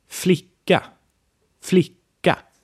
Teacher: it goes up and down and up a bit · Term: Swedish tonal accents